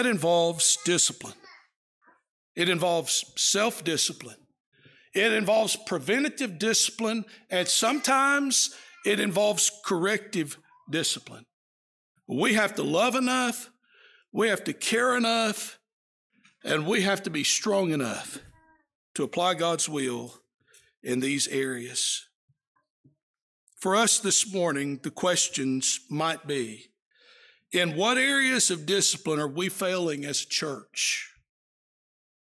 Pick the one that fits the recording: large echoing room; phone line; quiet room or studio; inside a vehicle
large echoing room